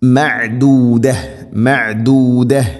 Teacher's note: ഇനി മഅദൂദ ഐനിൻ്റെ ഉച്ചാരണം തൊണ്ടയുടെ മധ്യഭാഗം. മഅദൂദ മഅദൂദ ഇങ്ങനെയാണ് ഓതേണ്ടത്, മഅദൂദത് എന്നല്ല മഅദൂദ.